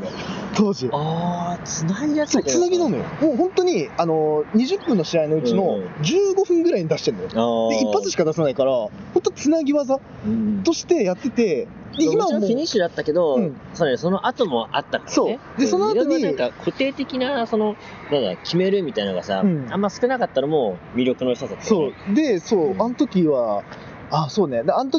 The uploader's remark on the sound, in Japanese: 横浜アリーナ前ゲリラ収録。今回は1.22グレート・ムタラストマッチが開催された、横浜アリーナ周辺で行ったゲリラ収録の模様をお届けします。